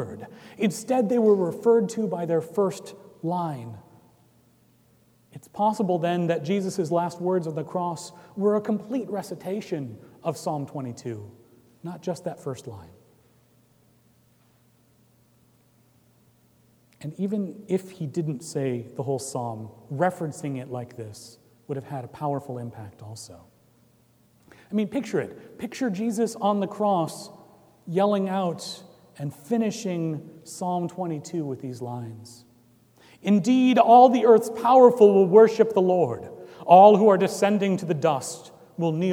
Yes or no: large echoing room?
yes